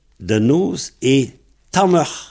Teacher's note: après le E, particule E, le D durcit en T. · Term: mutations mixtes